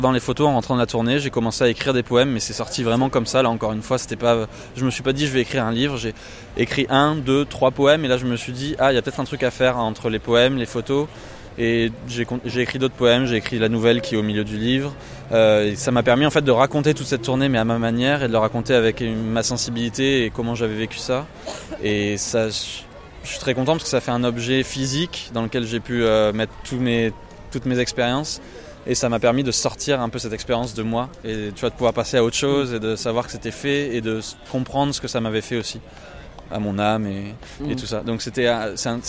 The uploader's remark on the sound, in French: Un épisode enregistré aux Transmusicales de Rennes, juste après le concert, avec deux chansons en acoustique.